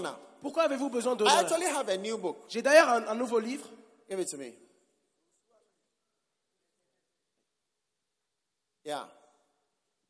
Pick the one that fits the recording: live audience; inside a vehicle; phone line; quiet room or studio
live audience